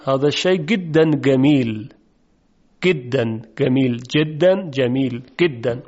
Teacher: در لهجه مصری جیم اصلا گاف تلفظ میشه